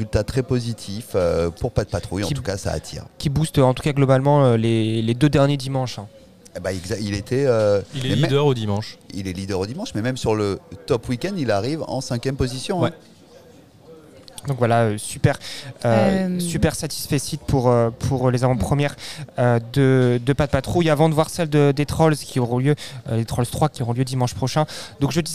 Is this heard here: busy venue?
yes